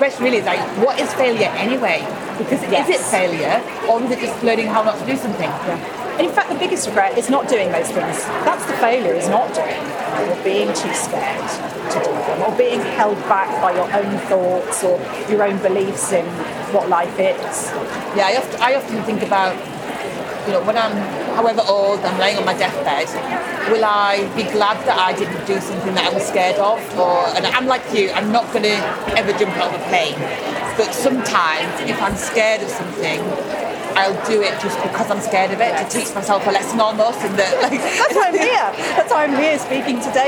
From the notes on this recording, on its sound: This series was recorded at CHS Leeds , a tradeshow for the Meeting and Events industry. This series was recorded at CHS Leeds , a tradeshow for the Meeting and Events industry.